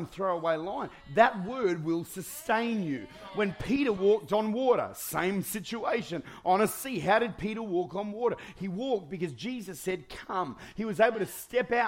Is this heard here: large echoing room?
yes